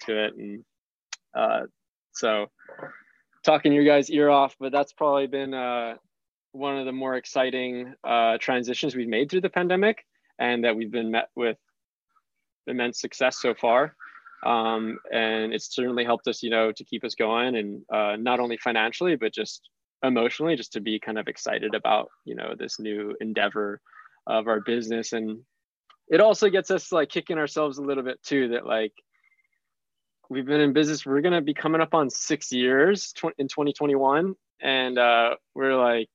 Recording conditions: video call